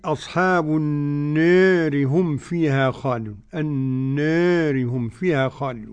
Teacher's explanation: راء مكسورة بعد ألف. قرأ ورش بالتقليل، وقرأ أبو عمرو ودور الكسائي بالإمالة.